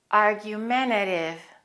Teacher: I didn't pronounce the first T, but the second T I pronounced like a flat T.